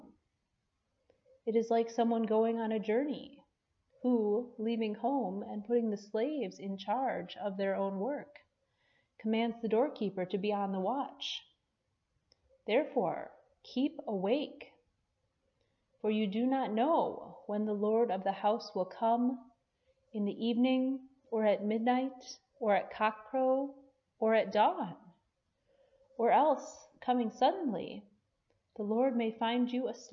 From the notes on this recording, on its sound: Preached at Peace Lutheran Church, Edgemont, AR.